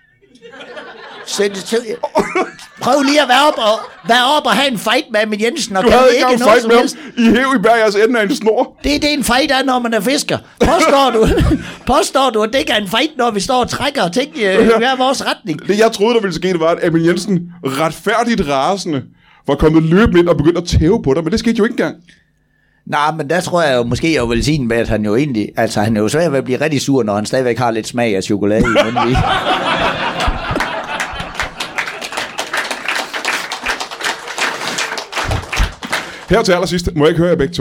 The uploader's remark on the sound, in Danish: LIVE fra 27b i Kolding. Optaget foran et mageløst levende publikum.